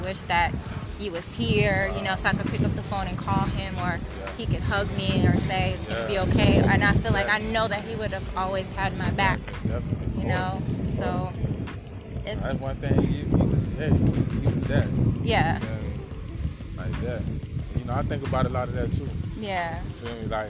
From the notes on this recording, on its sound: I wanted this podcast to be in the area where our Father lived. We took a walk around the neighborhood where our father grew up. You will hear us walking, the wind blowing, cars in the background and the sound of an ice cream truck.